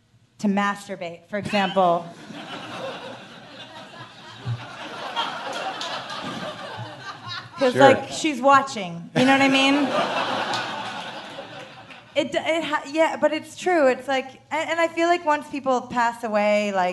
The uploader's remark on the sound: WTF crashes the SXSW Interactive festival with a live show overflowing with guests